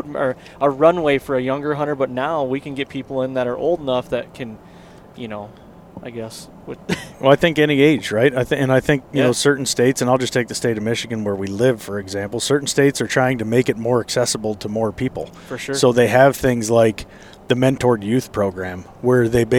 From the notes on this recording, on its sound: Recorded in the truck on the way to Ohio to kickoff the season.